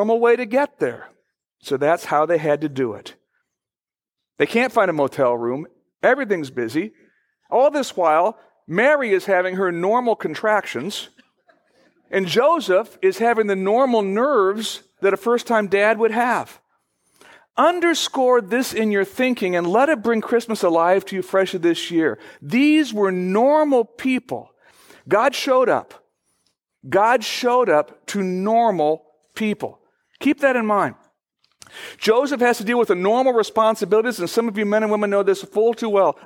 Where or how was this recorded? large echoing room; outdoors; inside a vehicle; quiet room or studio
large echoing room